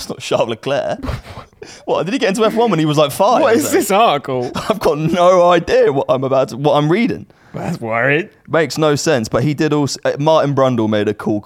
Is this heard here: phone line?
no